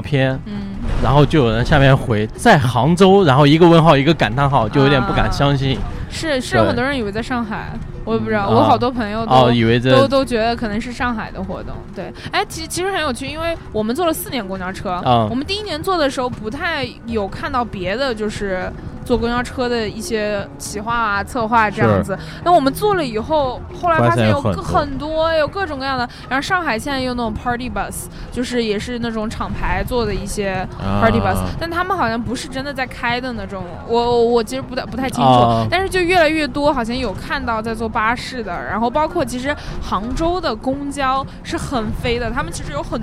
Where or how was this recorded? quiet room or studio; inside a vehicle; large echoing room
inside a vehicle